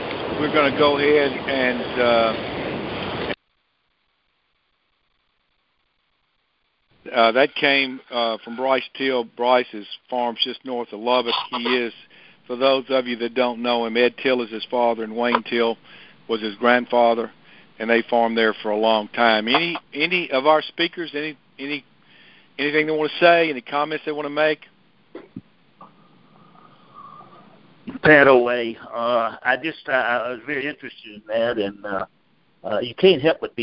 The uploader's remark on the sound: July 2021 Monthly Conference Call